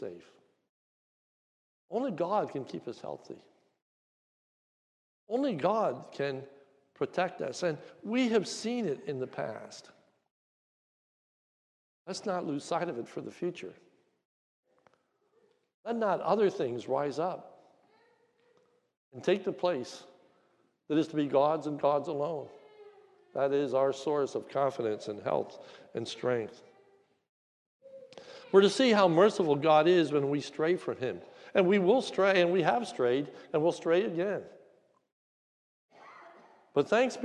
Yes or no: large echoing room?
yes